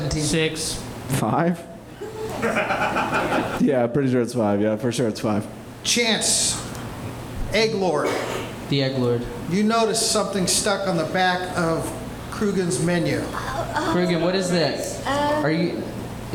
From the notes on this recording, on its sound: Live Show at Zanies Nashville. Recorded live at Zanies Comedy Club in Nashville, Tennessee. Playing the world’s greatest role-playing game live on stage.